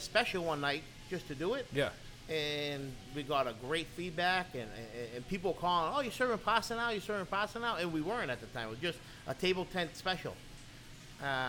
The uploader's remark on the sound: Live From Wood & Fire